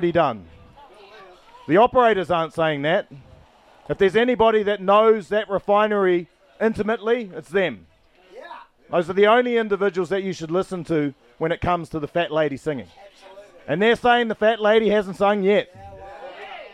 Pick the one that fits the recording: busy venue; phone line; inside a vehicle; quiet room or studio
busy venue